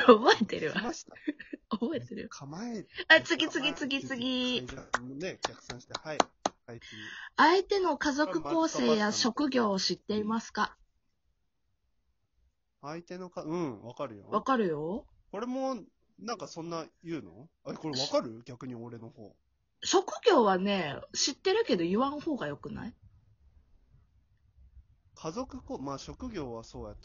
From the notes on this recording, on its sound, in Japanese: From Radiotalk。リモート トークをしました。音声バランスが難しいー。